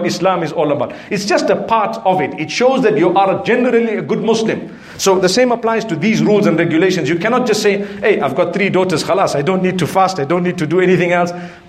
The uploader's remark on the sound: Lecture from the Arcadia Masjid in Harare Zimbabwe.